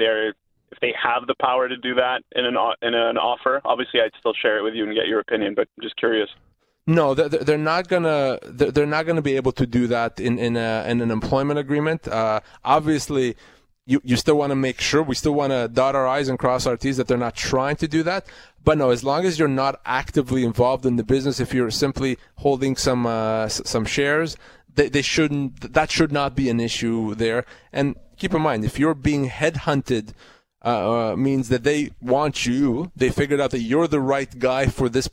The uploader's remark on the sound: It's a wave of phone calls on this episode of the Employment Law Show.